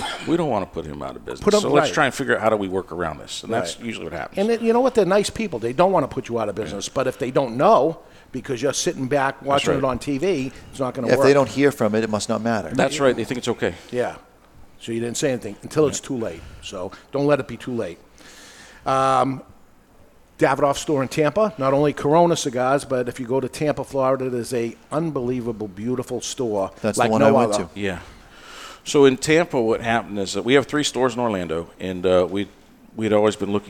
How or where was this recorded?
live audience